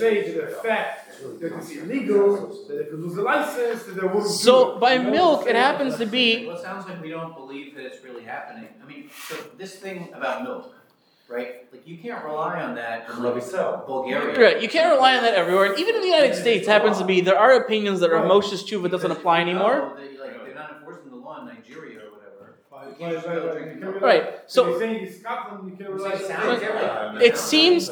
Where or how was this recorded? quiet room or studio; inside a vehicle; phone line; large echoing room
large echoing room